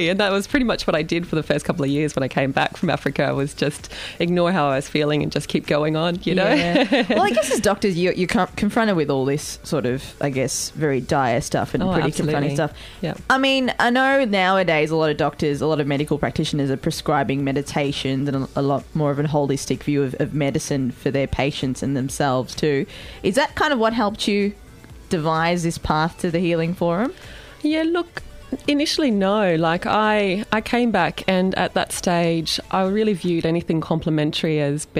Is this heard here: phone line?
no